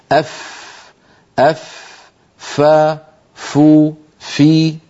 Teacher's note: تخرج من أطراف الأسنان العليا، الثنايا العليا، عندما تتوضع على باطن الشفة السفلى. أف أف ف فو في، هذا هو مخرج حرف الفاء.